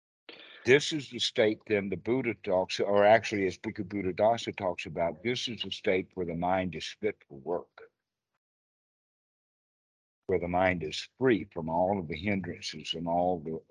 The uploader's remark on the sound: Skype calls on this channel.